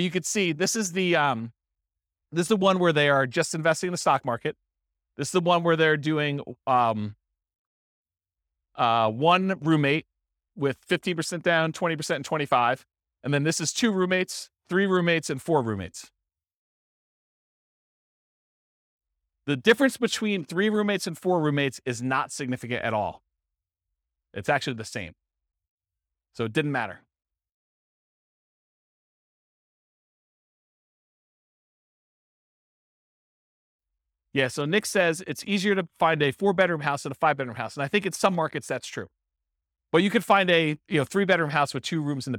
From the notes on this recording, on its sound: This was a live class recorded